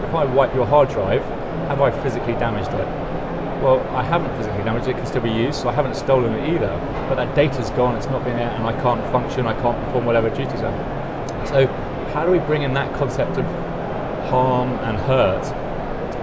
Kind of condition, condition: setting, busy venue